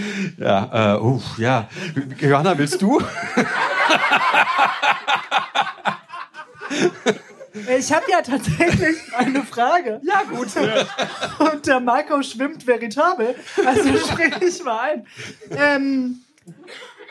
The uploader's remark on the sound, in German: Heißen Dank an das Kulturhaus Insel, unser tolles Publikum